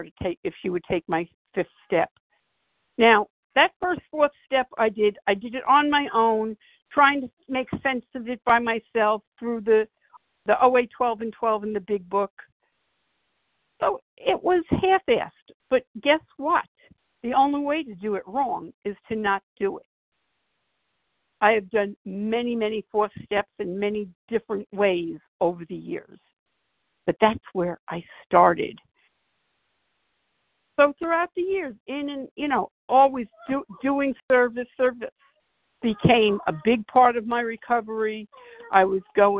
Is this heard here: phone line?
yes